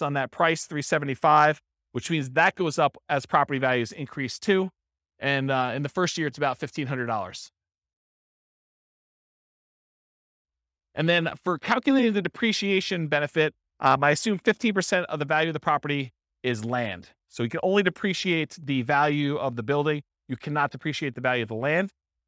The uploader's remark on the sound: This was a live class recorded